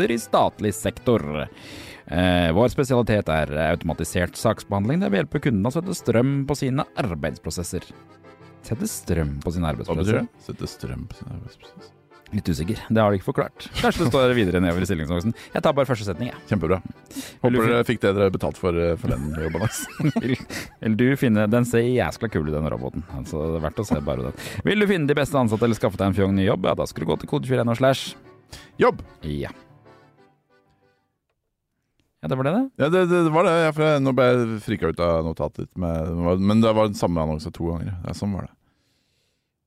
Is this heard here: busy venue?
no